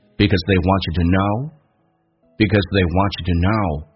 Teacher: want 跟 know 都被强调，但是我们知道 know 强调的会更多一点， want 稍微少一点